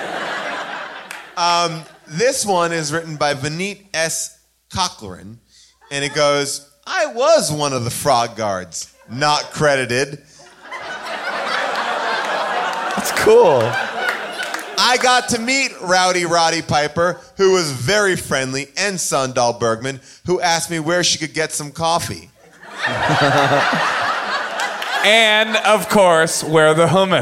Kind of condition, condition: setting, live audience